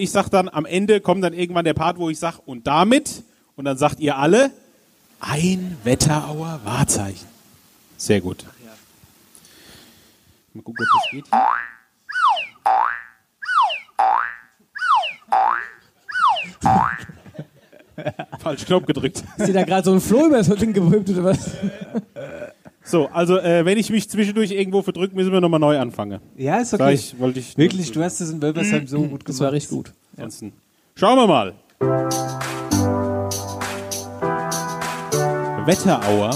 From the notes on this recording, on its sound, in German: Folge 25: Live in Rosbach. Live-Podcast an der Wasserburg.